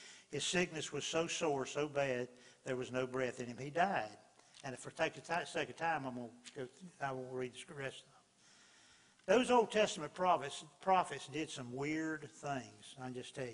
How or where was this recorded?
large echoing room